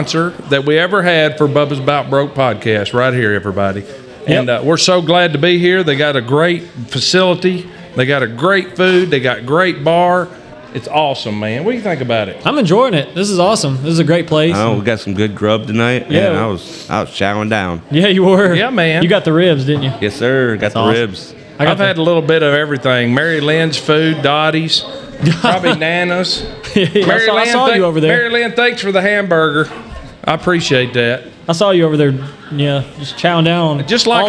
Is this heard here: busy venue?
yes